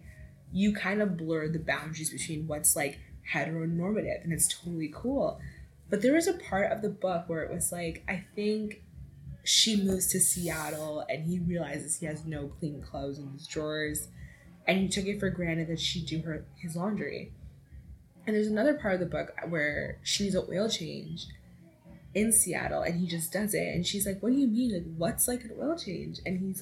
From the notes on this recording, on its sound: You can totally hear my neighbours music in the background of this episode. Apologies for the background noise in advance!